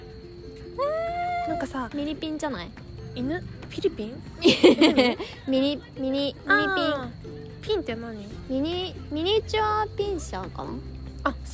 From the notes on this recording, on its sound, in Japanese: 花火見ながら配信。今回は夜に集合して花火を見にきました！花火の音小さめ、私達の声大きめ、周りの声も多め。